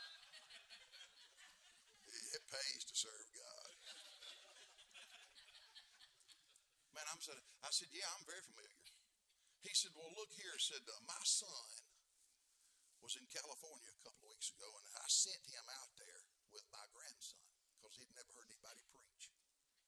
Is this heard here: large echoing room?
yes